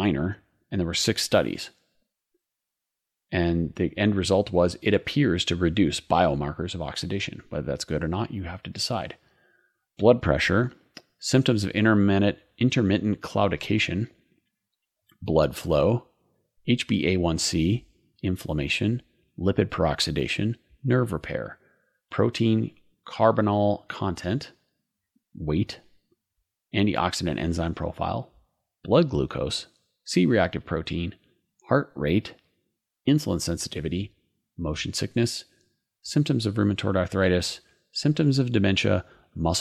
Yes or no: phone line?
no